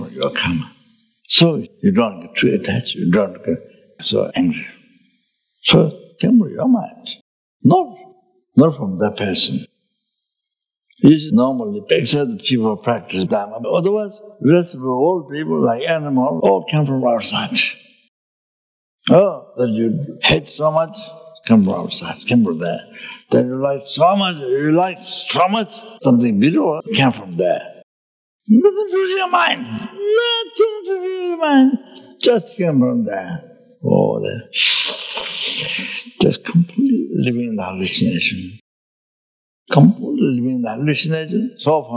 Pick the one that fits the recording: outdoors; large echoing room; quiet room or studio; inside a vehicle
large echoing room